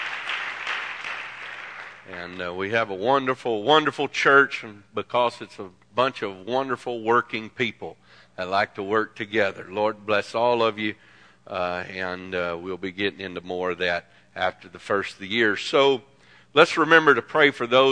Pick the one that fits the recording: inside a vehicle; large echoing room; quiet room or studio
large echoing room